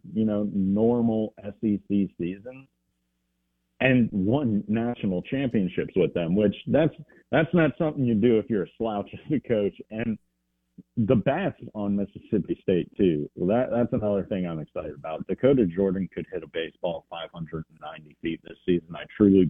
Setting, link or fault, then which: link, phone line